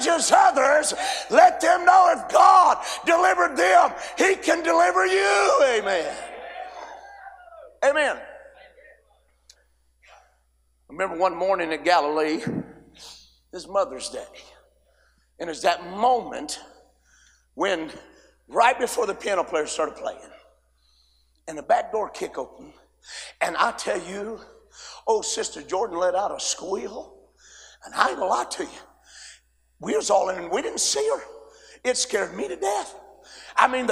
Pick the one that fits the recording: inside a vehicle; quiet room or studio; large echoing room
large echoing room